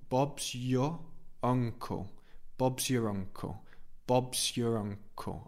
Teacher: we don't really pronounce the R of your